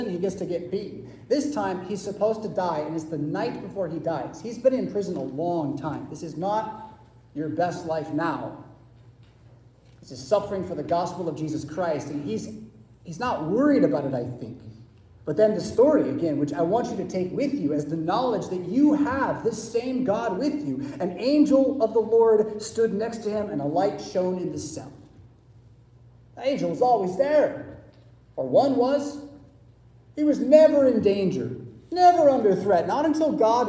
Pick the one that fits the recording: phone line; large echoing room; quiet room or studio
large echoing room